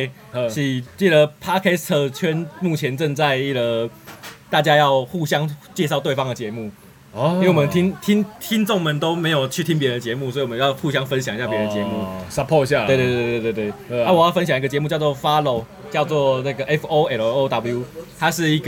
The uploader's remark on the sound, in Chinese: 錄音地點：牽咖啡 Chen Coffee